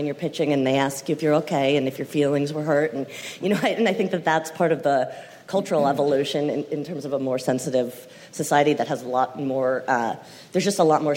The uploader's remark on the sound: Powerful TV panel from ATX. Recorded June 2016 at ATX Television Festival.